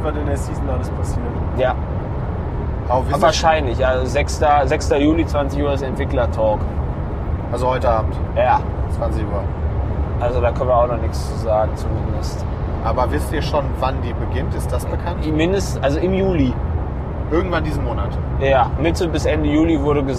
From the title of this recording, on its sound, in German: Live von der Autobahn